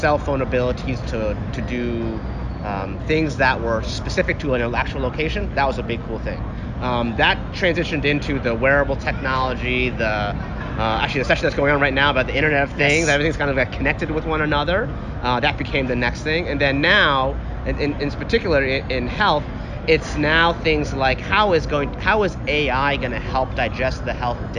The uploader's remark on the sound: recorded at South by Southwest in Austin, Texas